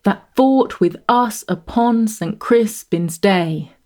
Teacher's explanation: The regular rhythm pushing smoothly ahead to end on a stressed syllable, day, · Term: perfect iambic pentameter